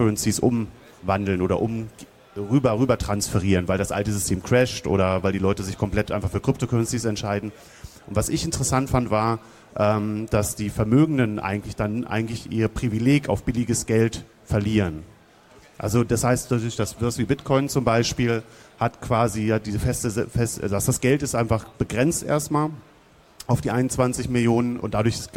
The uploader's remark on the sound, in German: Live auf der Bühne in Bild und Ton auf dem 34C3 hier in Leipzig Ende vergangenen Jahres aufgenommen. Nun scheint die Postproduktion der Aufnahmen vom 34C3 abgeschlossen.